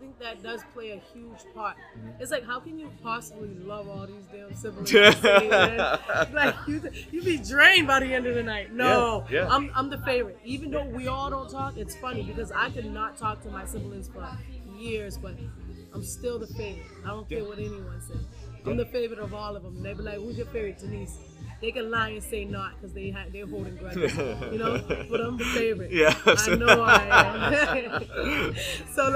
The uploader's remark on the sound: live from the recent 'No Judgement Foundation' drive